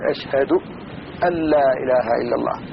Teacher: أن لا إله إلا الله ملي فيها الدغام معناها عند النون ساكنة وراها اللام واجب الدغام ففيه الدغام خالص ما يبقى منها غنة ولا يبقى منها شيء